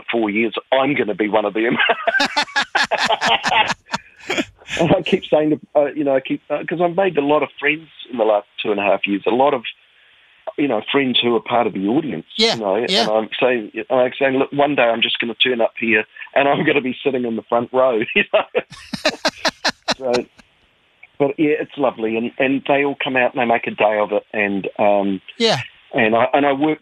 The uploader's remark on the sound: An in-depth chat over the phone